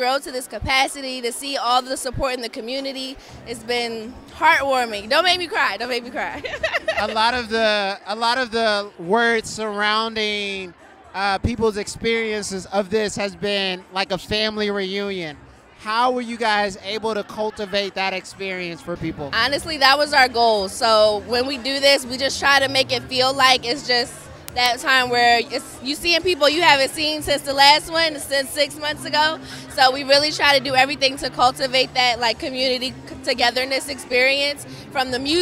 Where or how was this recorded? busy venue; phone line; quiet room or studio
busy venue